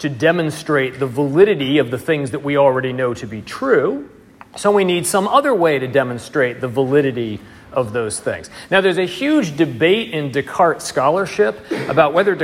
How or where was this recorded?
large echoing room